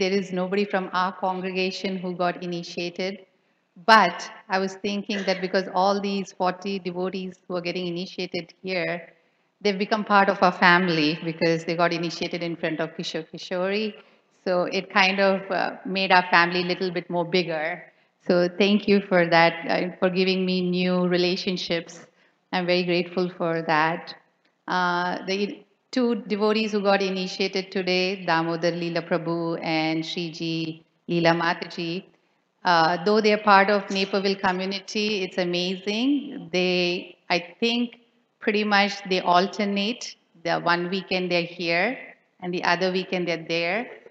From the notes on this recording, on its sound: Initiation Lecture. At Sri Kishore Krishori Temple, Chicago.